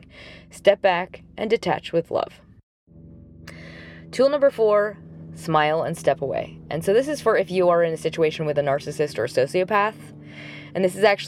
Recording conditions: inside a vehicle